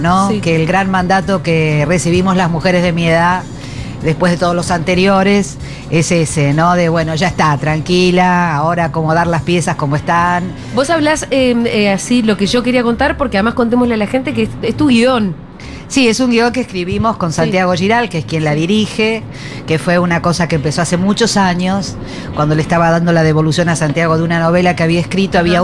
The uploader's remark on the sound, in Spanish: Segurola en vivo en Yunta Bar by Futurock FM.